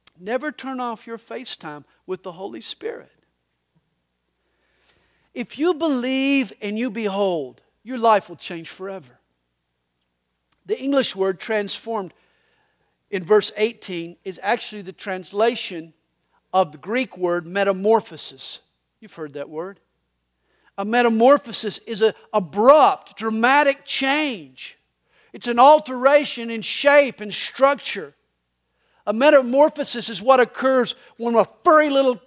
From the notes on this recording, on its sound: These messages are recorded live during the Sunday Morning service at CalvaryCSM located in Lilburn, Georgia.